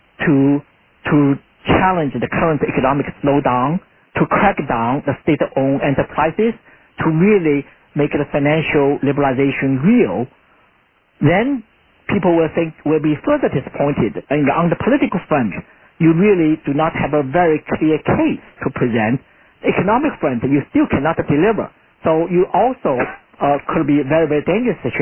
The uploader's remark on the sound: Conference Call